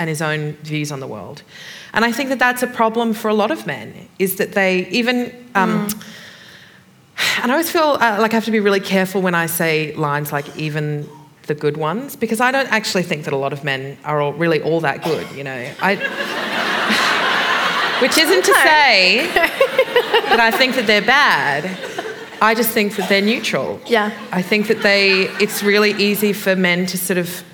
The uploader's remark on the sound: This is a live recording from our event.